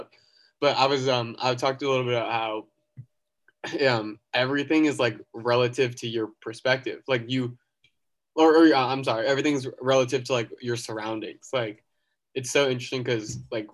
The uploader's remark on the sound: Hop on Zoom.